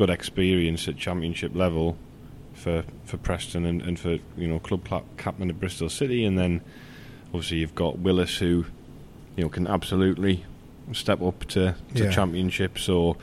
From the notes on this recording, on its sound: are at The Peacock